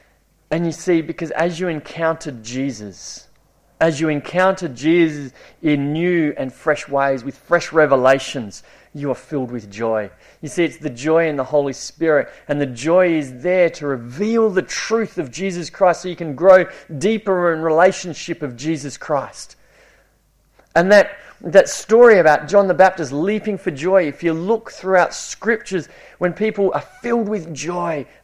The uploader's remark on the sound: It was preached at Esperance Church of Christ